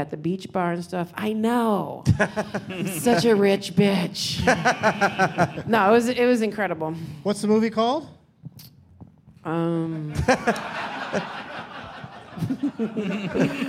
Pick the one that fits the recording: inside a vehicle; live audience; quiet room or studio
live audience